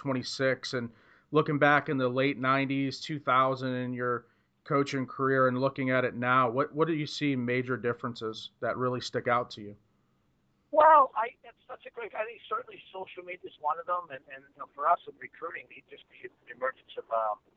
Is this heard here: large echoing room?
no